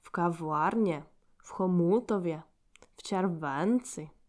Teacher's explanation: If you put the accent on the second syllab and you make it longer, you will sound Russian.